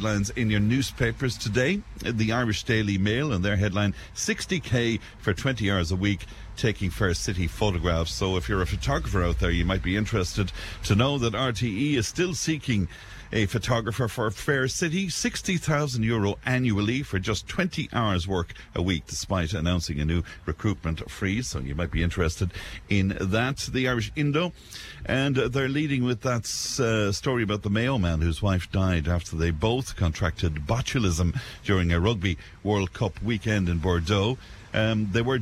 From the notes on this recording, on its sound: Friday's show came live from Cashel as part of Cashel Arts Festival! Members of Cashel Comhaltas performed some songs.